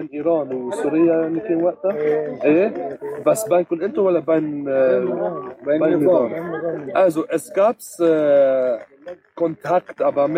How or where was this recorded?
outdoors